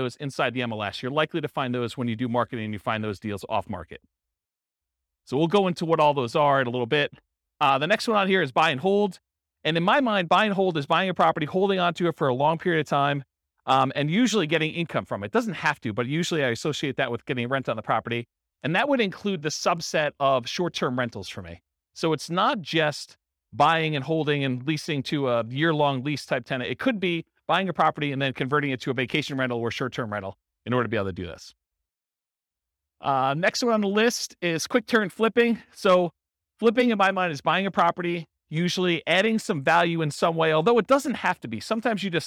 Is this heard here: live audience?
yes